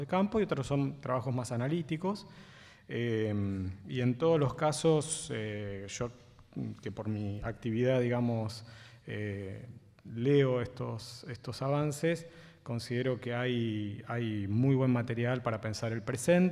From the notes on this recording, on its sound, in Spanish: Con la asistencia de periodistas, estudiantes y académicos. En el histórico auditorio de Maipú 555.